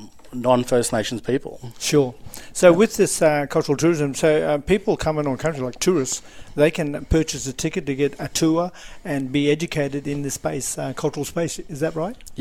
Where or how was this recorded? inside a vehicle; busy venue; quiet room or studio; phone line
busy venue